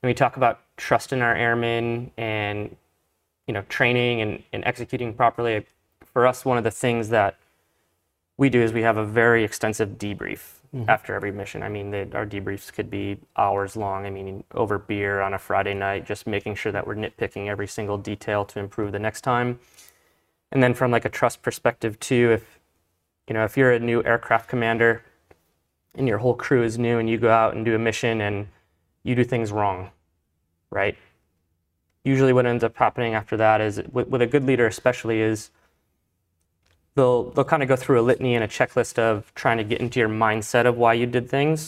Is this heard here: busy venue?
no